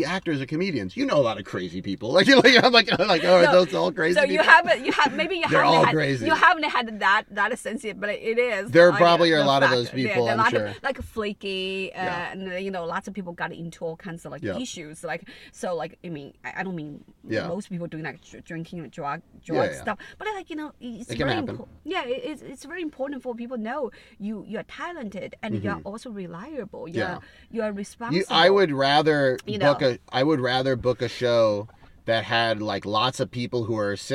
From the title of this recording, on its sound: Cat Jam In The Car